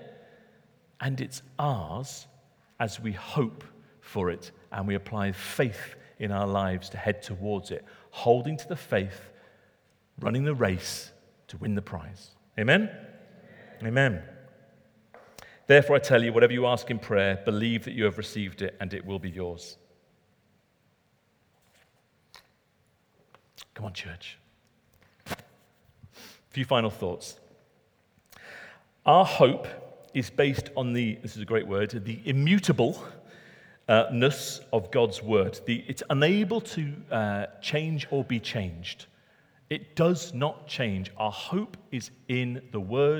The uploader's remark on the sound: Recorded at Middlesbrough Community Church.